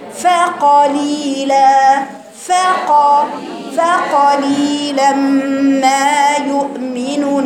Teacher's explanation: المفروض ان في كلمه فقليلا دي افتح الفاء وافتح القاف واكسر اللام، فقليلا فقليلا ما يؤمنون، يعني أتم الحركات، عندك اختلاس في الحركات يا بنتي، فقليلا ما يؤمنون.